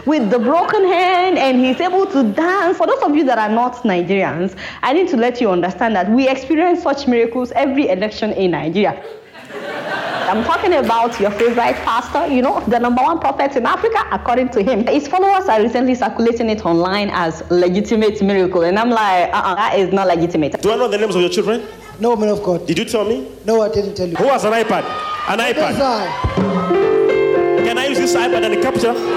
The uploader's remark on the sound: Audience Q&A. This Sydney Ideas event was held on 5 November 2018 at the University of Sydney.